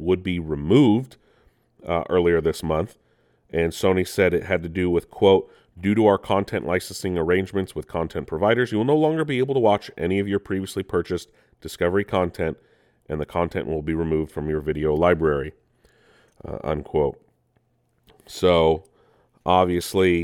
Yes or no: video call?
no